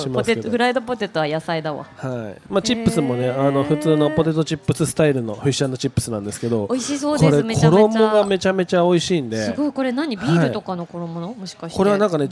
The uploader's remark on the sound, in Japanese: 番組がスタジオを飛び出して、虎ノ門ヒルズステーションタワーB2Fの「T-MARKET」へ出張収録をしてきました！素敵なフードと一緒にたっぷりお話した模様をお届けします。